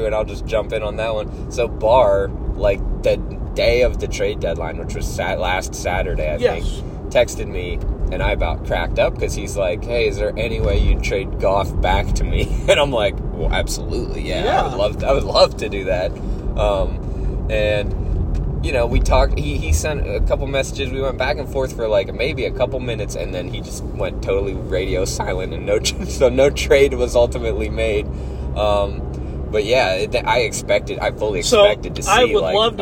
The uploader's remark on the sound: A whole buffet of an episode, live from the rolling studio.